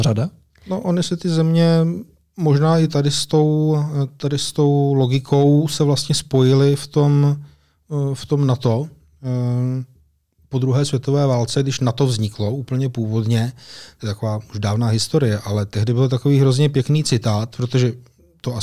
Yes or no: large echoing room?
no